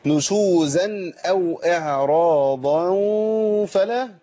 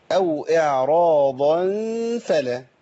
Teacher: نشوزا أو إعراضا فلا كده فخمنا الغنة. لازم نخلص الغنة المرققة من الضاد المفخمة · Shown in: second take